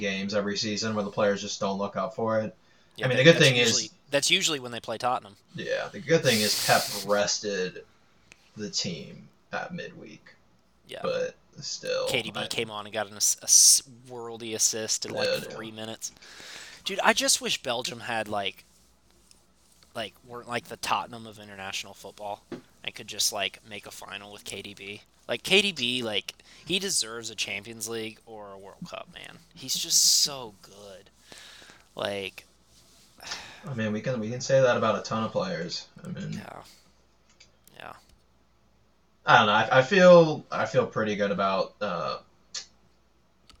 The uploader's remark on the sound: Apologies for any audio problems on today's podcast as there was a microphone issue during recording.